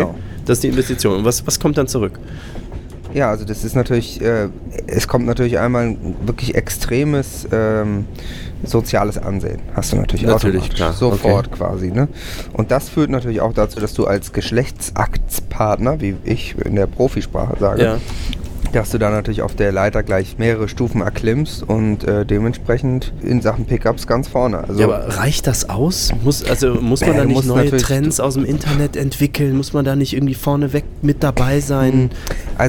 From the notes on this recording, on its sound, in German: Live aus voller Fahrt mit der deutschen Bahn